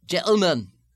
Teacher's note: The glottal stop is the sound of the closing of the vocal folds in place of the medial T, sound, where you stop the sound with the chords instead of making the T plosive with the tongue.